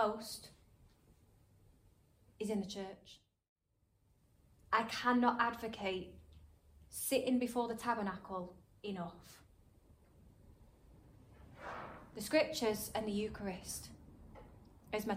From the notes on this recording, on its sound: This episode is a live-talk I gave in November 2022 to a group of young adults